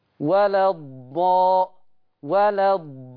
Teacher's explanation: ست حركات مش الألف بحركتين، ثلاث ألفات